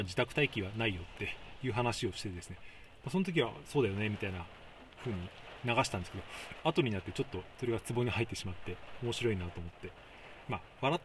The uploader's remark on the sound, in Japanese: 車内収録のため雨の音が入っています。